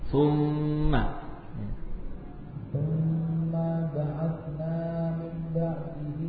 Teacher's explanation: ukuran zaman mim tasydid lebih lama dari yang lain.